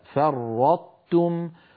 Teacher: فنطبق على طاء ثم نحول إلى تاء فرطتم، ولا نقول كما نسمع من بعض إخواننا فرطتم، إذا قلنا فرطتم صار النطق بطاء مشددة وهذا لا تفعله العرب أبدا. · Term: الإطباق